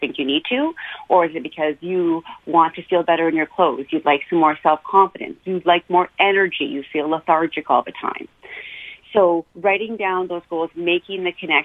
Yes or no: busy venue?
no